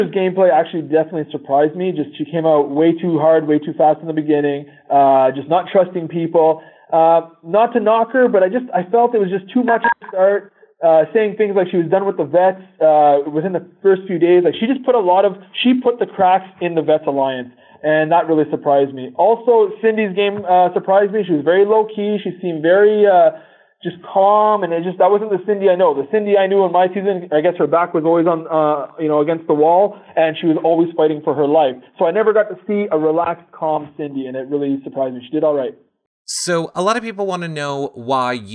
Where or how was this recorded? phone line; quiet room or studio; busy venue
phone line